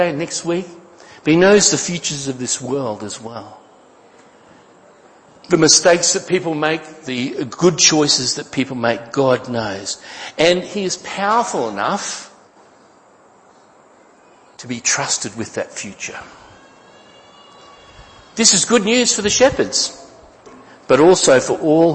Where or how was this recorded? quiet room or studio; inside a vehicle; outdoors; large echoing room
large echoing room